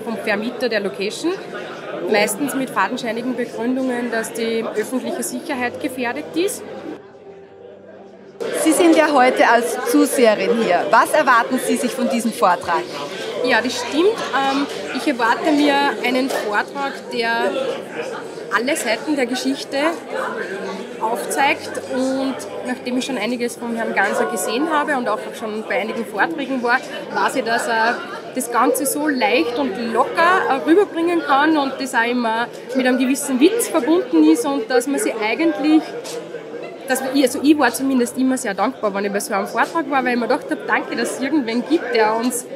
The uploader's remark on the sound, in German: hielt ich in der mit 800 Menschen ausverkauften Stadthalle im oberösterreichischen Wels einen Vortrag